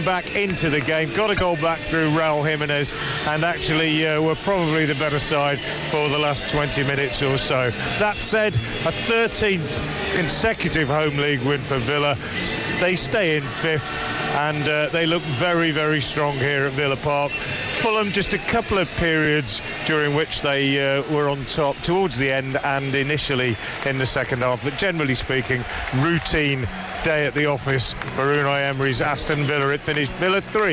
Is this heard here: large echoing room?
no